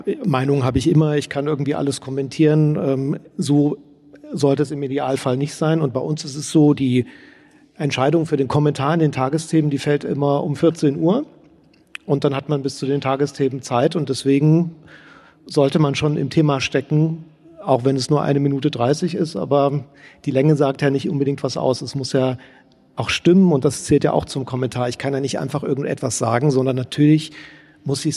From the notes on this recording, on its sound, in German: Das befanden in der Dresdner Frauenkirche auf einer Podiumsdiskussion zum Thema "Die AfD und die Medien". Während der Debatte wurde die neue Folge des Podcasts "Debatte in Sachsen" aufgezeichnet.